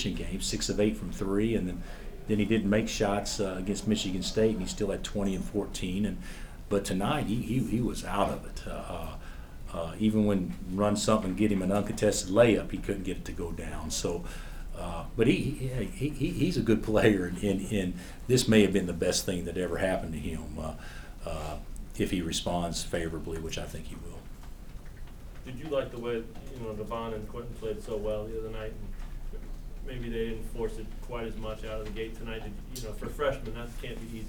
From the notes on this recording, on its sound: Press conference after win over Vermont.